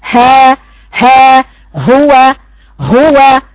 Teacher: الهاء ضعيفه جدا بيخرج معها النفس